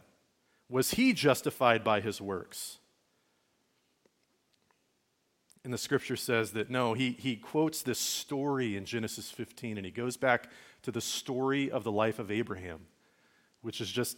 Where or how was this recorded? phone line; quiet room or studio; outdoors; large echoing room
large echoing room